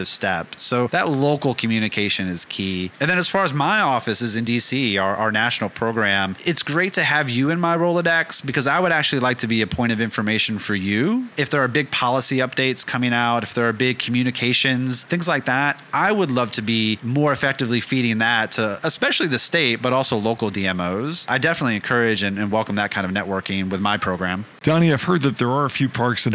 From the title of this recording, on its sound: Live From IPW